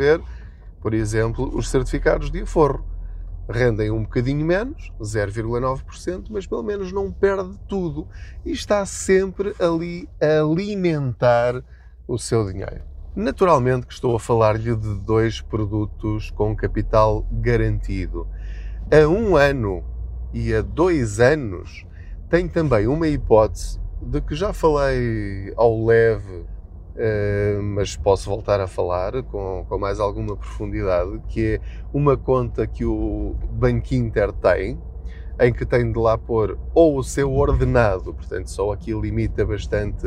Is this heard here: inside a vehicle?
yes